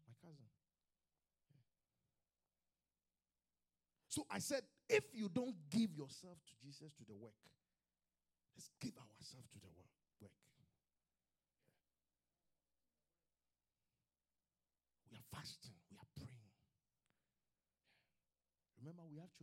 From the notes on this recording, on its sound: QFC Charis Center - Albany, NY. LIVE from Charis Center | Albany, New York.